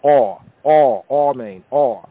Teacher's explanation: The Ashkenazi, the Eastern European Gomorite Yehudi, they pronounce as an aw